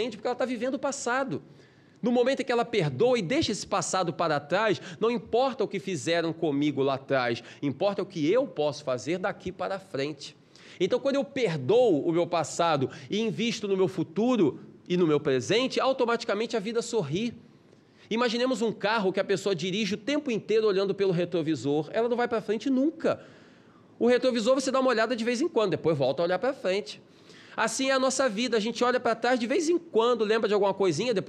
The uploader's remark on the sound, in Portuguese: Palestra ao Vivo